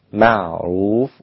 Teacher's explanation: العين في معروف رقيقة جدا لا تصل إلى حد التفخيم، معروف والراء بعدها مفخمة، فلا أستعد لتفخيم الراء من العين، حرف العين الذي قبلها لابد أن يكون كل حرف مستقل بصفته إما مرقق أو مفخم، ويكون من أوله إلى آخره في هذه الصفة، معروف هكذا.